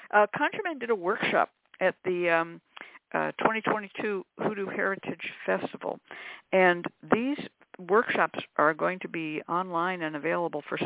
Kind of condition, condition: link, phone line